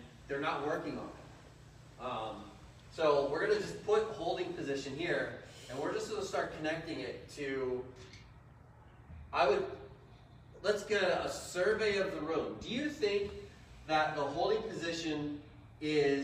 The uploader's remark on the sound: Target Panic Seminar - Lancaster Archery Classic. Using crowd input, discussion. Disclaimer: Audio is cell phone live feed recording. We apologize for the small inconvenience if it's not The PUSH quality.